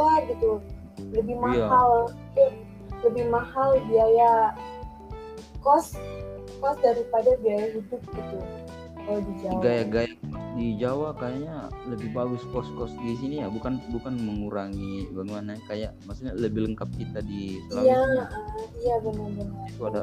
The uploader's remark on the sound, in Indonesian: Mohon maaf jika suara saya kurang terdengar.